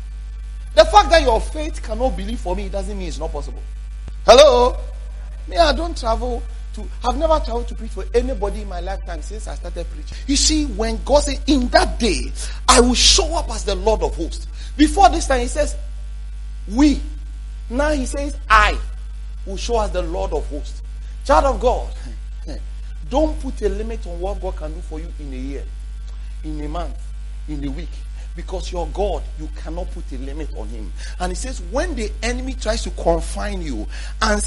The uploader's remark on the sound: preached at The Faithlife Church, Ghana-Tema Community 3 Site